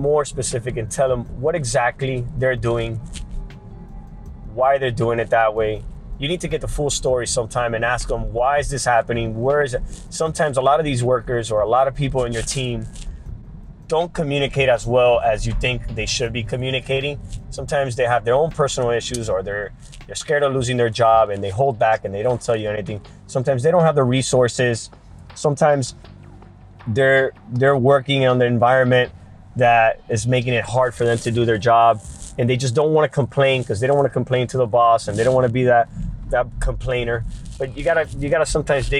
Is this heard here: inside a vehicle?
yes